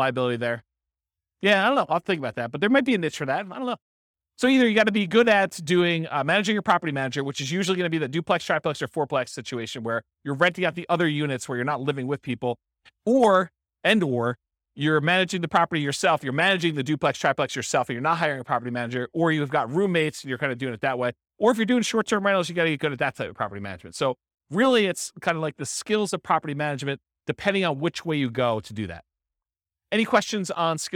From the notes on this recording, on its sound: This was a live class recorded